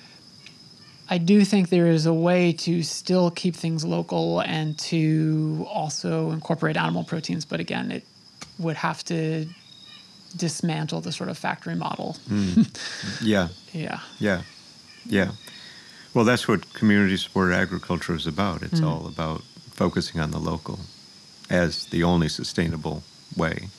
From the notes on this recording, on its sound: His home in Sag Harbor. We recorded outside in the elements.